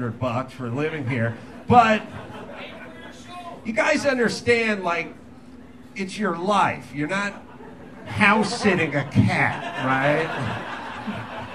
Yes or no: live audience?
yes